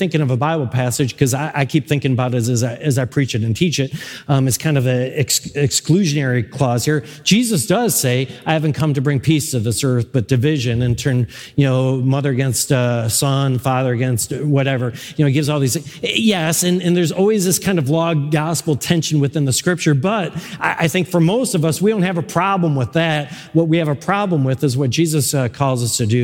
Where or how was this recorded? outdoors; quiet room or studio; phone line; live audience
live audience